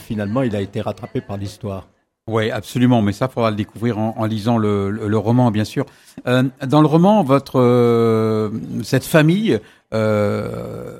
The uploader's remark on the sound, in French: Plateau en direct sur le stand de la FRAMA : Fédération Régionale des Radios Associatives Maine Anjou.